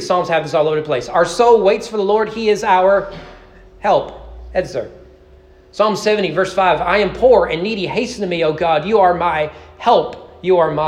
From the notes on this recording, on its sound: Sermon preached at East Frankfort Baptist Church on May 14, 2023 (Mother's Day) during morning worship.